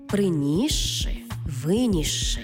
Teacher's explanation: С плюс ши утворюється подовжений звук ши.